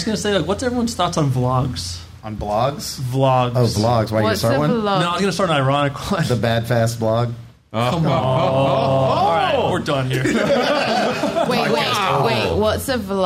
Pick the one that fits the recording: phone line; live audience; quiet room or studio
live audience